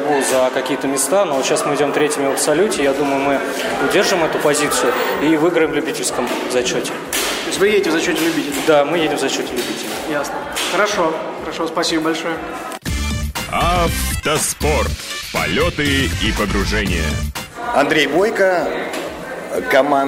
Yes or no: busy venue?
yes